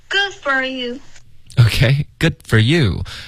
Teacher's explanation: Good 结尾呢，你的舌尖要顶上颚，导致一个干脆的停顿